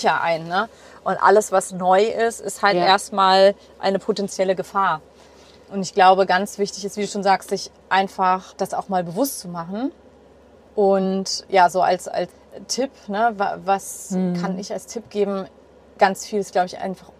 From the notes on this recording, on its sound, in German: Das heutige Gespräch wird nicht – wie üblicherweise – im GEHEN aufgenommen. Das Interview haben wir im Februar im gerade neu erstandenen Van vor ihrer ehemaligen Haustür in Nienhagen (bei Rostock) aufgenommen. Bat ich um eine kleine Zwischenmeldung via Sprachnachricht, die ich ans Ende dieser Episode angedockt habe.